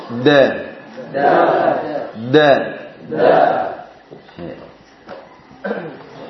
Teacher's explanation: Ujung lidah pangkal gigi sehari atas. Sifatnya jahar, syiddah, istifal